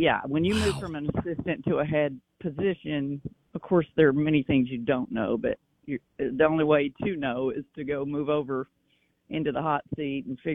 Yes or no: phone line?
yes